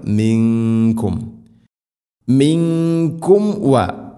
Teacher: സാക്കിന മീമിന് ശേഷം വ വരുമ്പോൾ രണ്ട് ചുണ്ടുകൾ തമ്മിൽ തട്ടിച്ച് മീമിനെ പൂർണ്ണമാക്കണം